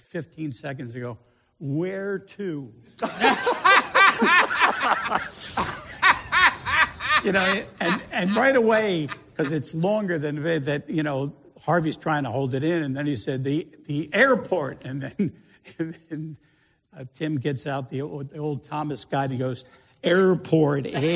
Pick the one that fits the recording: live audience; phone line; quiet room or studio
live audience